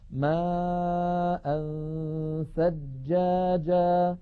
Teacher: بعد نطقنا للهمزة نهيئ فمنا على مخرج الثاء وبأن نضع طرف لساننا على أطراف الثنايا العليا وننطق غنة